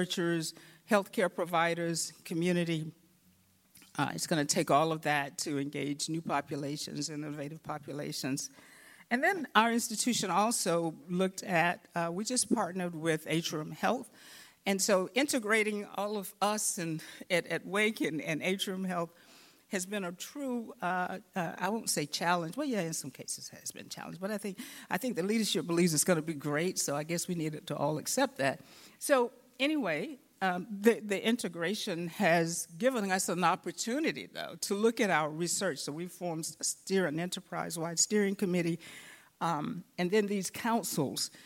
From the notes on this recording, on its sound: In this session recorded at CRAACO 2022